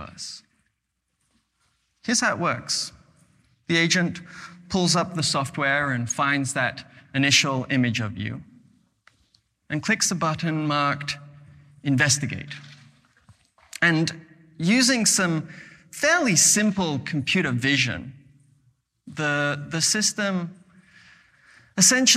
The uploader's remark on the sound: recorded at the 2021 Oslo Freedom Forum